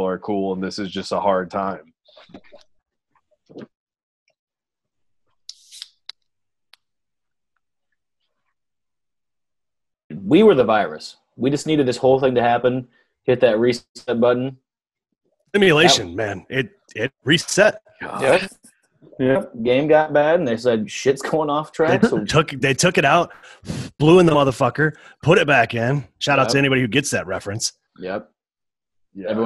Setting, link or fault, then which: link, video call